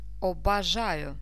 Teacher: Unstressed O sounds like A.